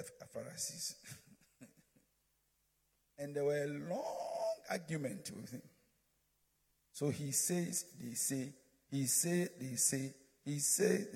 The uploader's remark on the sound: Preached at Midweek Service